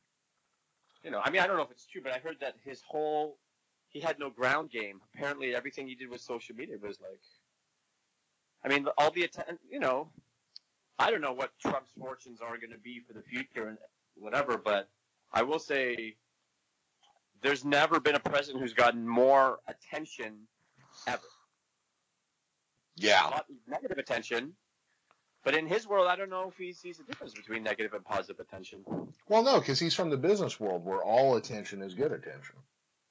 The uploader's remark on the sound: There are a few sound issues this episode but the show must go on.